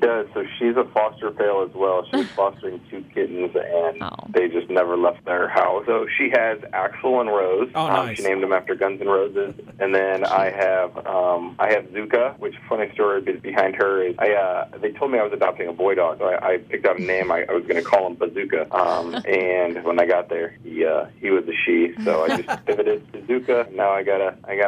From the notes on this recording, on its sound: calls in to chat